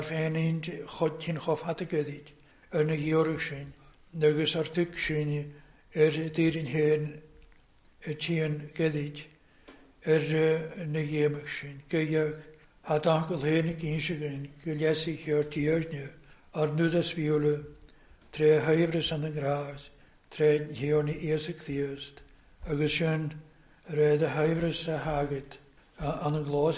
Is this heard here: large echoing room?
yes